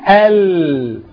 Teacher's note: ايه الفرق بين، خلي بالك انتوا الاثنين قلتوا فيهم طرف اللسان، طب لاحظ كده اد ال، الهم فيهم واخد قاعده عريضه كده من اللسان، اللام تحس انه مش خد الطرف، تحس انه خد ايه جنب الطرف كمان، دخل في الحافتين بتوع اللسان، الحافه اليمين والحافه الشمال.